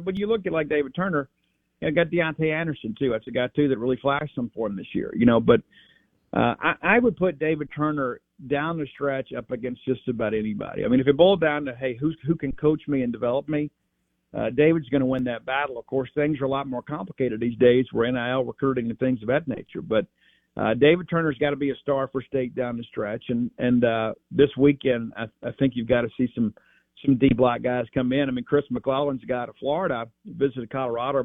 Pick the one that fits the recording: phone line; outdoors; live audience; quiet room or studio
phone line